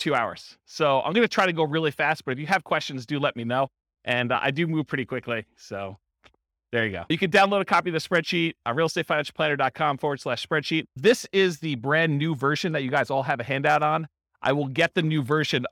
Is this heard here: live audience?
yes